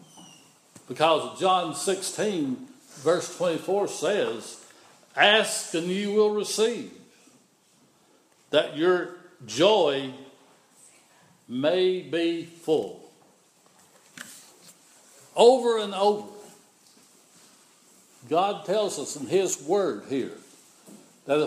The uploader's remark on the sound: This is an audio recording of the Sunday morning worship service at Persia United Methodist Church in Rogersville, TN.